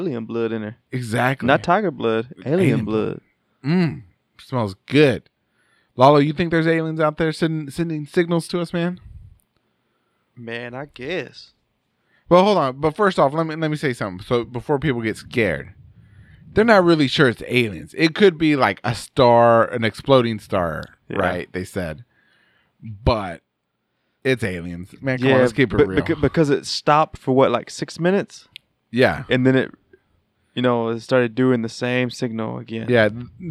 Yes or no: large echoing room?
no